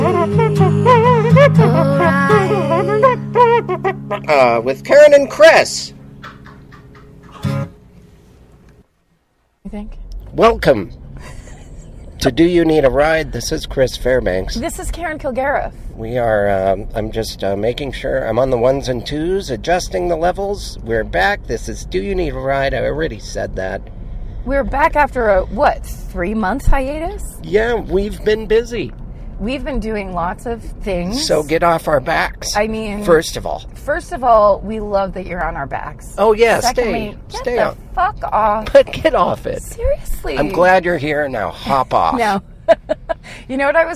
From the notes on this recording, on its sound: back in the car